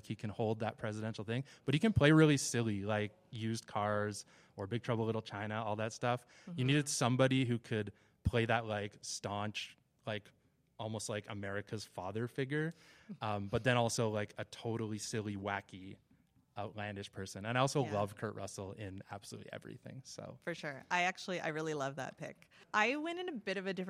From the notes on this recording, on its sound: Repodcasting is back with a brand new LIVE EPISODE! Recorded on site at Calgary Expo.